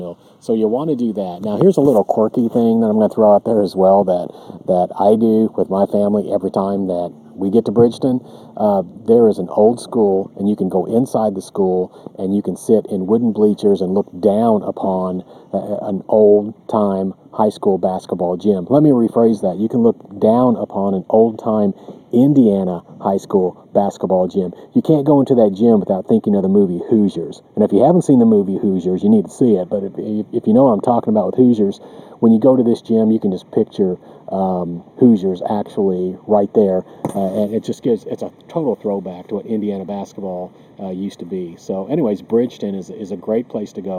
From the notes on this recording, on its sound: Recorded live from a campsite at Raccoon Lake State Recreation Area.